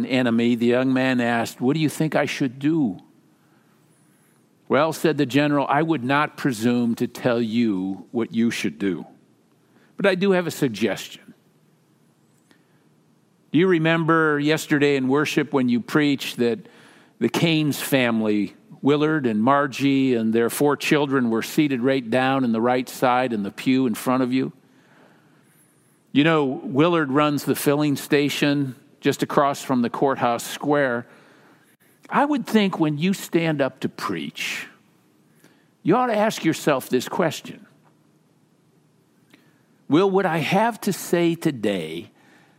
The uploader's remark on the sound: Message is delivered during the Traditional Worship service.